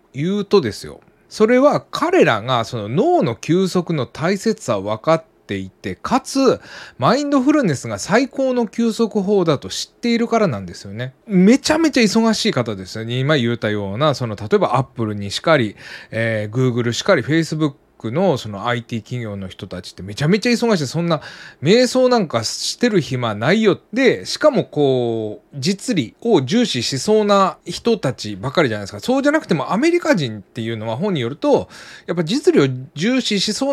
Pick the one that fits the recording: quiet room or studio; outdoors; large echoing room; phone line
quiet room or studio